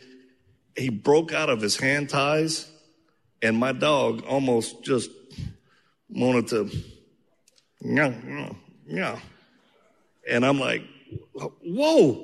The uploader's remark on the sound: Q&A session with the Freedom Night audience at Dream City Church